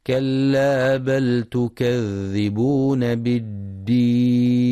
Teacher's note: يراعي القارئ رخاوة الذال في كلمة تكذبون وشدة الدال في كلمة بالدين